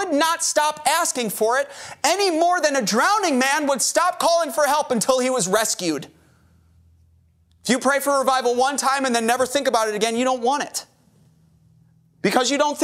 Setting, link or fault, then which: setting, large echoing room